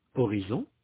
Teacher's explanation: En anglais, il y a un accent tonique sur la deuxième syllabe. En français, il y a un léger accent tonique sur la dernière syllabe. En anglais, cet accent tonique est marqué à la fois par l'intensité et par la durée.